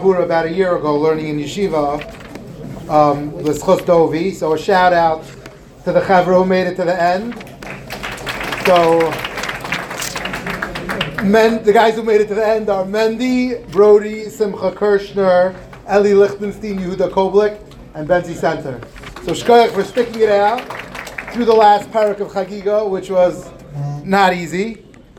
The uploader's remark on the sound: Recorded in the Yeshiva Ketana Ohr Reuven dining room.